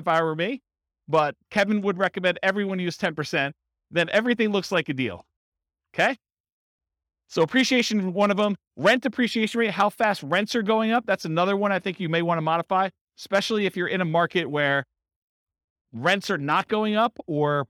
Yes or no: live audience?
yes